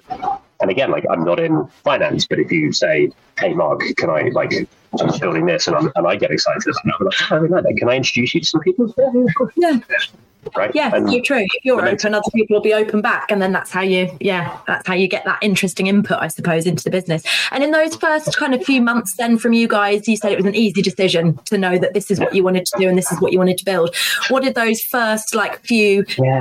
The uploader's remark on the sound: Please bear with me on the audio quality of this episode